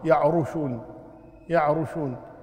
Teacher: لما تقراها يعرشون بالكسر ترقق الراء، يعري يعرشون، لما تضم الراء تفخمها